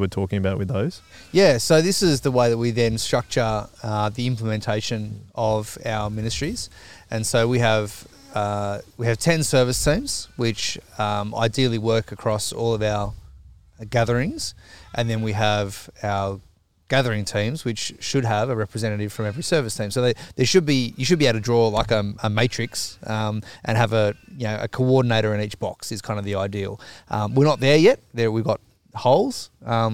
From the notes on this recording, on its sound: In the first ever episode outdoor AND not recorded in the Third Space Studio